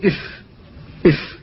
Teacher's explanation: وهي في الواقع طرد للهواء لا ضغط عليه، ولكن الهواء إذا اعترضت في الشفة العليا خرجت الفاء، فأنت إذا أطلقته تقول إف، تكون الفاء غير منطوقة نطقا فصيحا، وإذا اعترضت في الشفة العليا كانت الفاء فصيحة تقول إف. فالهواء تعترضه الشفة العليا فترده قليلا، فهي طرد للهواء وتضغط عليه الشفة فيرتد. الشفة العليا تقول إف إف، الشفة العليا هي التي ردت، الشفة السفلى شاركت فعلا، لكن مشاركتها إنما هي في إخراجه.